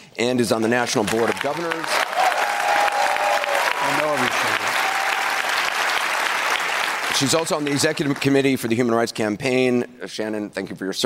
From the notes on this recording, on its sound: During a live town hall. At The Novo in Los Angeles.